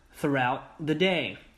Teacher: 失去爆破。留住位置，但是不要发声